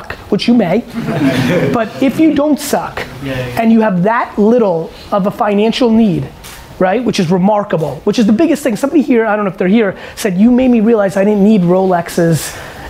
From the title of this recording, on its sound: A Live Q&A At The K-Swiss London Popup